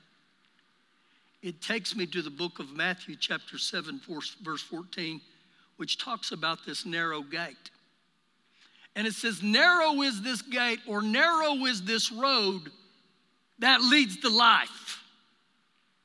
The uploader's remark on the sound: Recorded live during our Sunday morning service